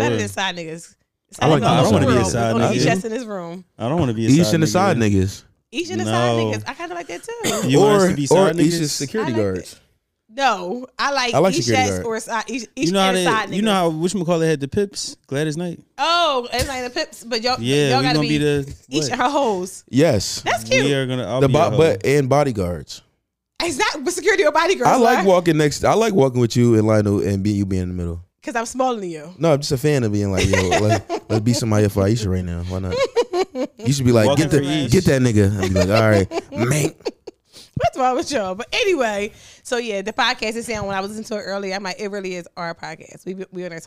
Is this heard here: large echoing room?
no